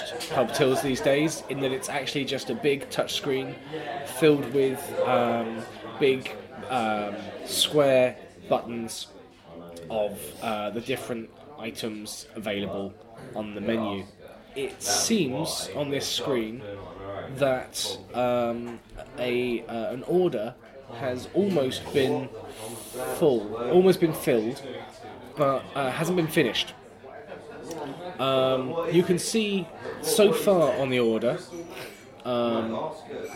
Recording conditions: busy venue